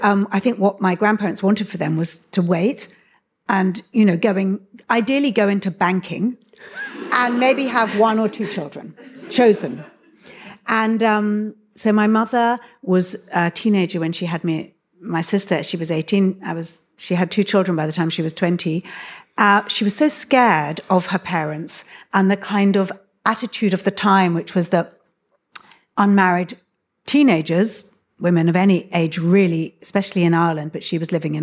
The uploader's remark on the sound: This event was recorded on Saturday 4 March 2023 at the Wheeler Centre as part of M/OTHER.